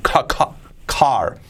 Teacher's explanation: no es car, es ca, como tosiendo